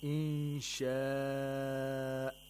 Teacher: Now this is مَدُّ الْمُتَّصِلِ. You have to lengthen it to four or five vowel counts.